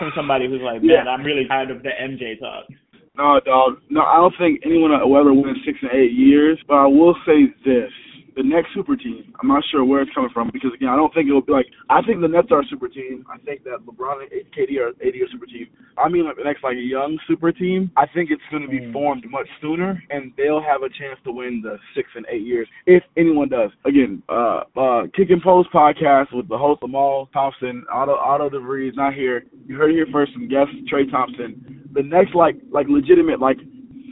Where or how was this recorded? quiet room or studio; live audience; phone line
phone line